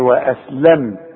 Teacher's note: اذا الميم دي بقفل فيها شفايفي وما غنش